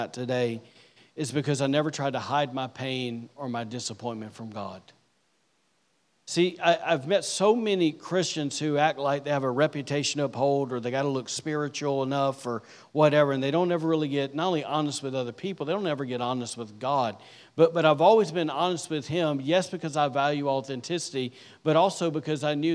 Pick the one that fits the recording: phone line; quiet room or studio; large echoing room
large echoing room